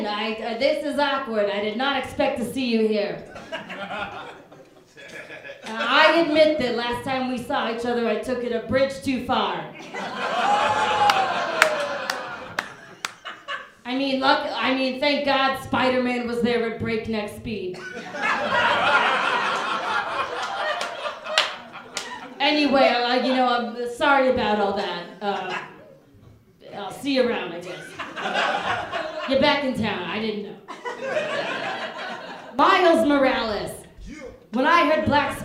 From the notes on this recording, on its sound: An episode from their live show Nerd Roast. This month's show comedians dressed up as characters from Spider-Man and roasted each other.